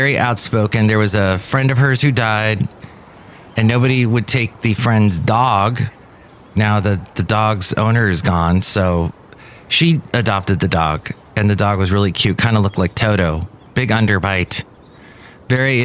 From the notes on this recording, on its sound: Podcasts live from Café Anyway.